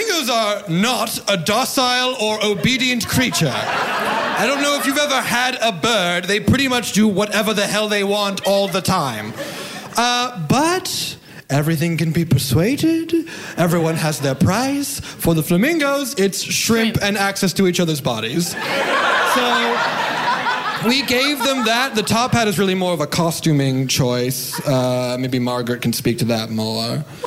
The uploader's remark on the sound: A special live episode. Live from the 6th Annual Trill Comedy Fest in Houston, TX.